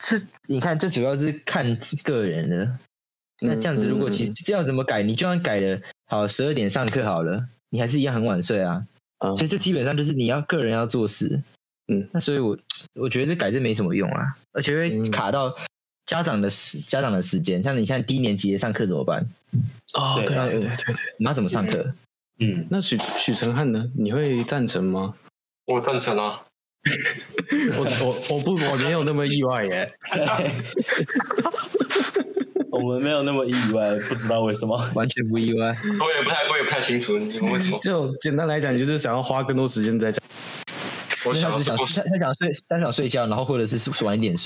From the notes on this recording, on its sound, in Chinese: 本集的收音糟糕透頂請見諒